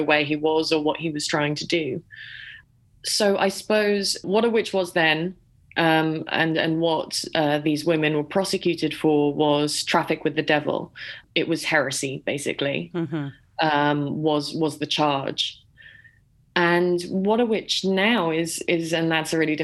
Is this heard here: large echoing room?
no